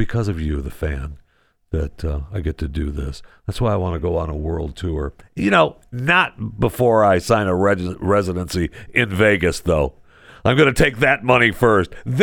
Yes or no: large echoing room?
no